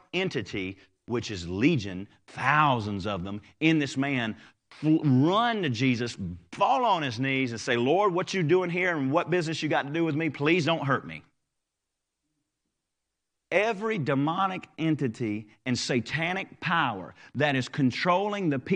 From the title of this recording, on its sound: Live Service